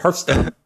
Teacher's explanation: You're making the TH sound with the S sound instead of making them distinct. Yeah, it's like a smooth little ramp up into the end of the word.